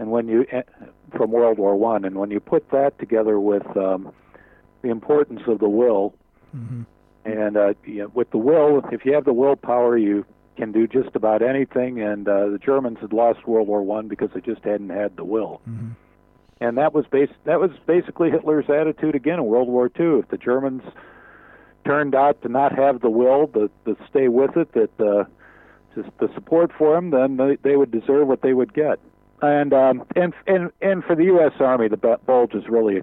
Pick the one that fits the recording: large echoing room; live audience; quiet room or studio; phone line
phone line